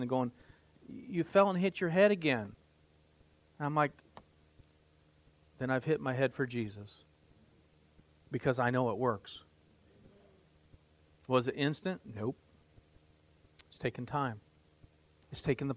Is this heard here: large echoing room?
yes